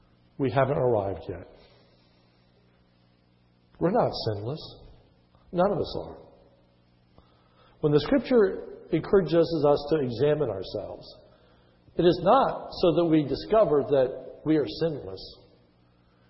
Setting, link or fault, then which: setting, large echoing room